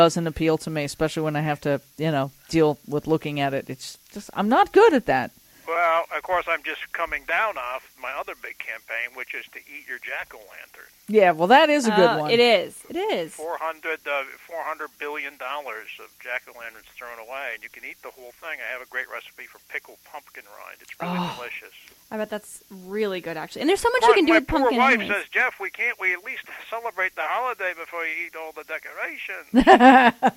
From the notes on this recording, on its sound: called in and talked with us